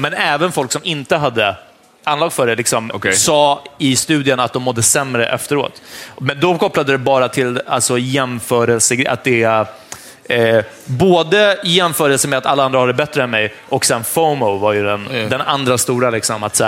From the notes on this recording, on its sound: Live at Poddfest 2019. Detta är vårt liveavsnitt från Sveriges Radios Poddfest på Fotografiska.